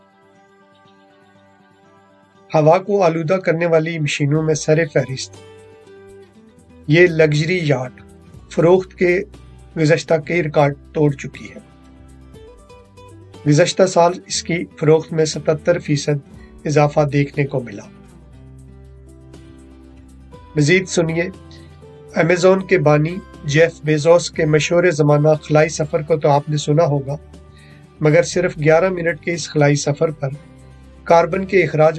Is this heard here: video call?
yes